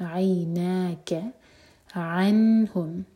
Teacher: عین حلق سے اور نون پر جھٹکا نہیں آنا چاہیے، نون پر اظہار